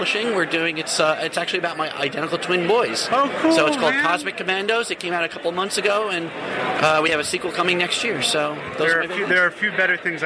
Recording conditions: busy venue